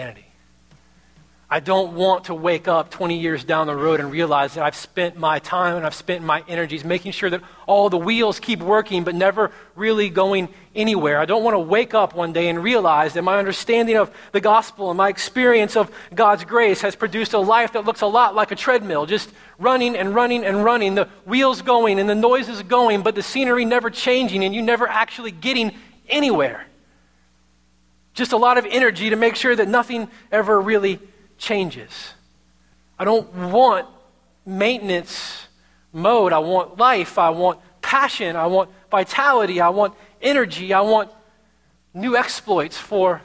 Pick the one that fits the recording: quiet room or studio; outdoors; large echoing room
large echoing room